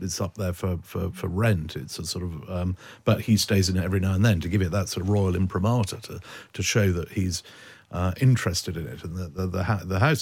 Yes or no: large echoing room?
no